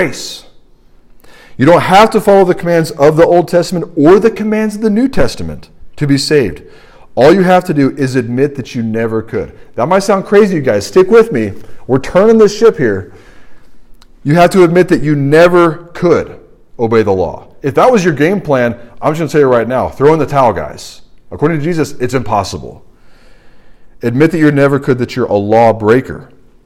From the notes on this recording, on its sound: This sermon was preached at the RUF Large Group meeting at Washington & Lee University